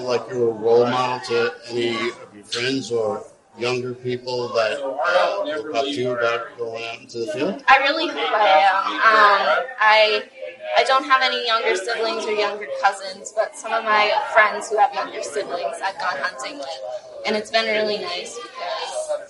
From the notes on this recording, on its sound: Sorry about the audio